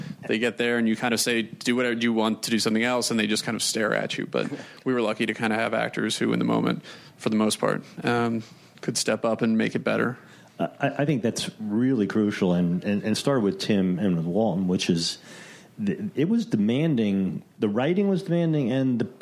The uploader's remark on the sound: Justified finale panel from ATX Television Festival. Recorded June 6, 2015 at ATX.